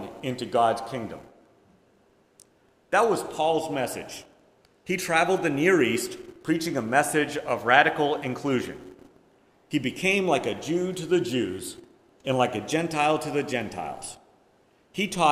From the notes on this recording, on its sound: Preached at First Presbyterian Church of Rolla on October 2, 2022